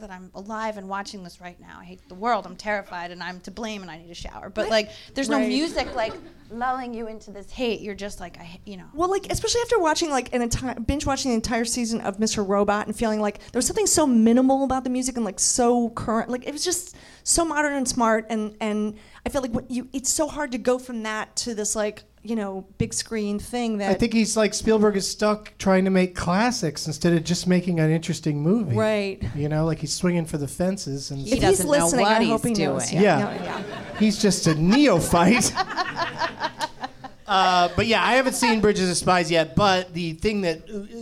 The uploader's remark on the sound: Live from the NerdMelt Showroom in Los Angeles